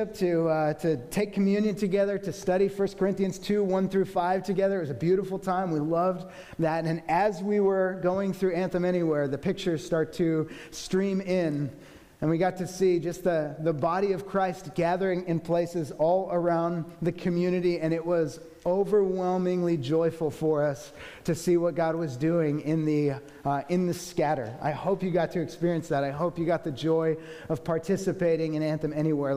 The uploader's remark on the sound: The team of six elders were split between our two services, so the recording will include each set of elders at both services.